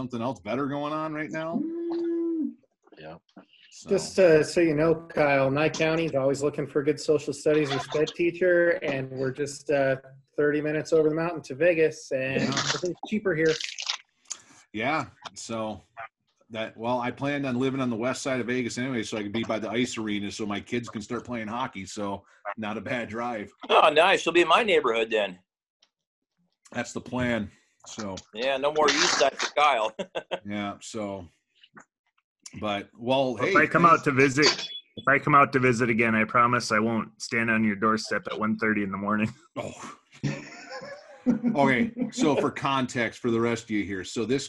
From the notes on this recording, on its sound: Hosted a virtual happy hour on Zoom. As an escape from the isolation as a result of COVID-19.